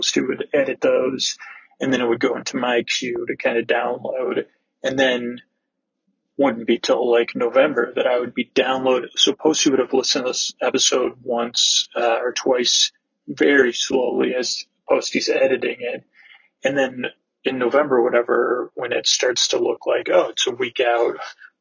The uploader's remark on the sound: Audio is a bit wonky